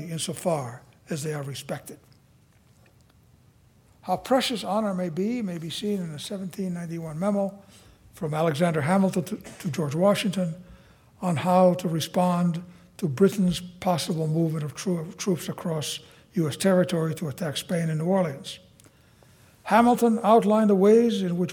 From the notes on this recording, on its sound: Audio recording of a lecture delivered on April 19, 2017